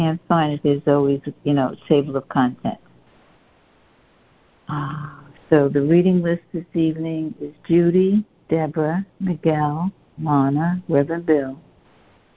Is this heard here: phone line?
yes